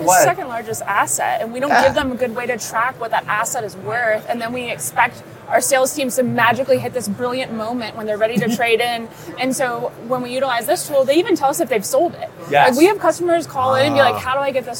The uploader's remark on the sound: The conversation, recorded at the 2024 NADA Show.